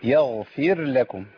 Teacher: ما يبقاش فيه إدغام للراء في اللام لأن الإدغام هنا هيبقى إيه هترتب عنه زيادة حرف القرآن ونقصان حرف القرآن.